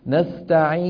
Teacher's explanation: أنا الآن تعمدت أن أخرج غنة من الخيشوم